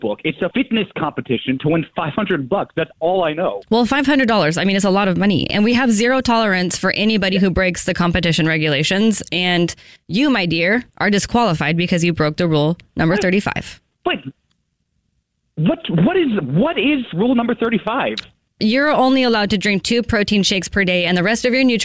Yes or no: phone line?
yes